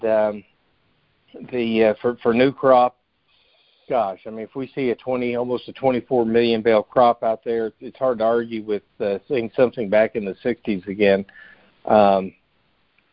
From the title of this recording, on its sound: Monthly Conference Call